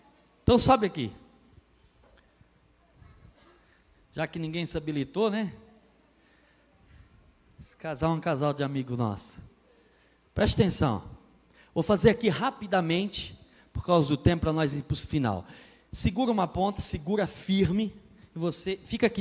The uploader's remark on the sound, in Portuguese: na Igreja ABA Blumenau (Transmitido ao vivo)